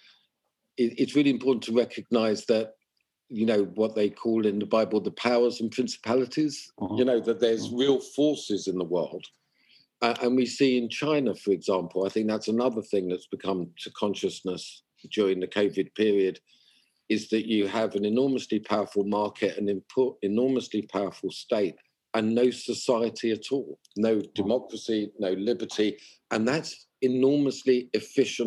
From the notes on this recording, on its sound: Sorry for any issues with the quality of audio this time as we continue to record over zoom.